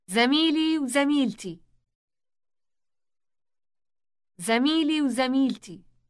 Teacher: the word for and is represented by a W sound merged with the following word